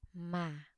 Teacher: Low falling tone or thanh huyền